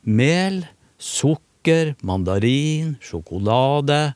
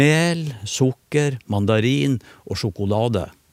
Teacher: hvis jeg sier sjokolade på en høy tone, så forventer hun at det skal komme mer · Shown in: first take · Det er en sånn oppramsingstone.